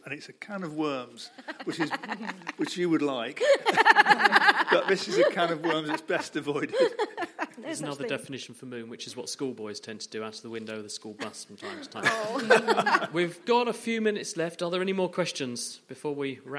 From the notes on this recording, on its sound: Audience Questions: Naked Scientists LIVE! Here are a few extra bits from our live show as part of the Cambridge Science Festival.